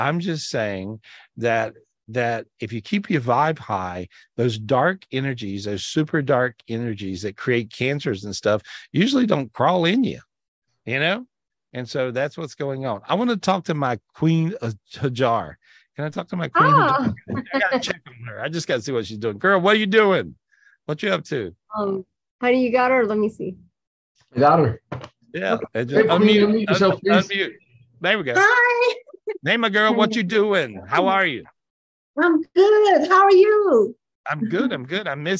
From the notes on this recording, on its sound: This was recorded LIVE on Zoom.